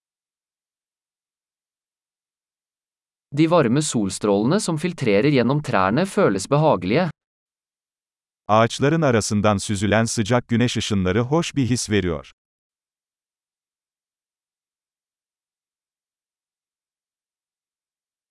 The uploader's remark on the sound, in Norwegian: Lyden av den ravende bekken er terapeutisk.